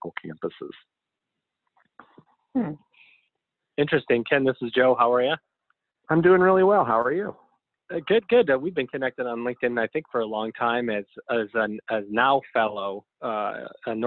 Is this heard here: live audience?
no